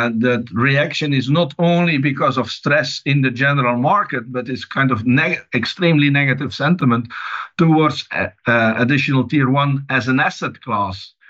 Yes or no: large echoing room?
no